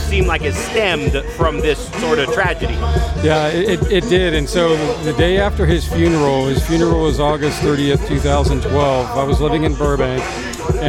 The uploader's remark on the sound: Live from SoCal Bike Drags